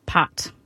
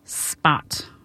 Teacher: And when a sound like P occurs at the beginning of a word in English, it will have aspiration. And if it occurs after S, P does not have aspiration · Shown in: second take · Term: unaspirated P